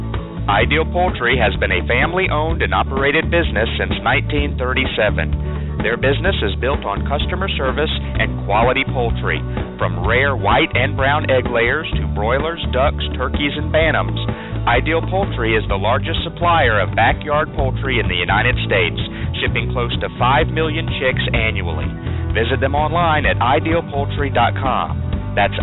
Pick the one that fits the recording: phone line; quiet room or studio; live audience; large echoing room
phone line